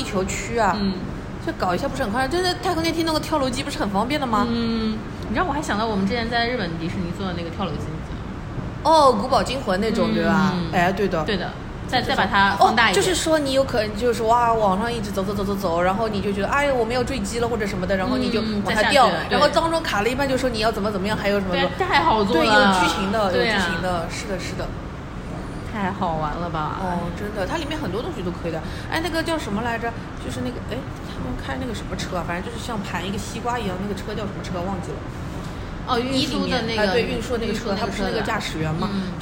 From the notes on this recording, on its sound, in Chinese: 我们在南丰城露台聊